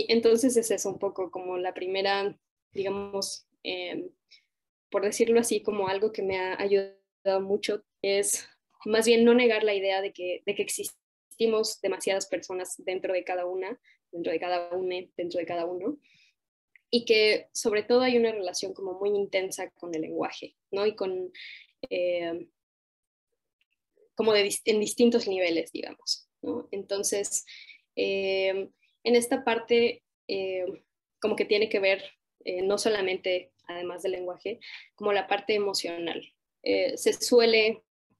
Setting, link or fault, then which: link, video call